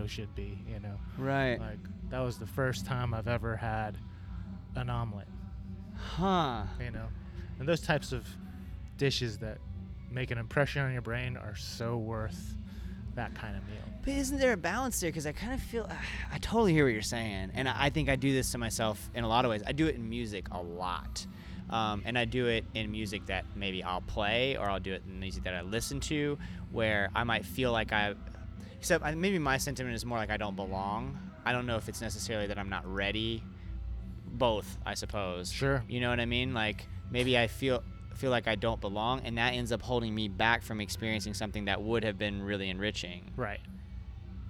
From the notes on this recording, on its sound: We caught up at Gasparilla Music Festival 2019